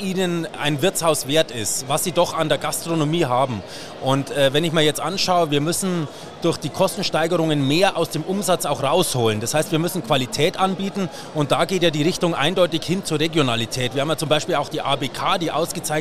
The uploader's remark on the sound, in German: Im Rahmen der Hoga-Messe in Nürnberg